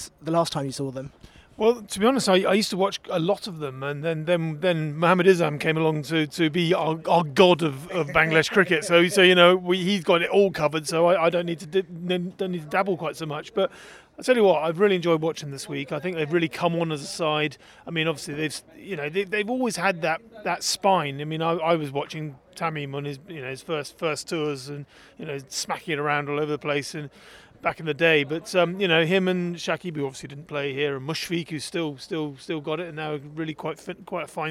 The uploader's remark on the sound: Recorded at The Cloud County Ground in Chelmsford, Essex where Bangladesh took on Ireland in a three match one day series.